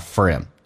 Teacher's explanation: for 说成 fur，那么跟 him h 音击穿叫 forhim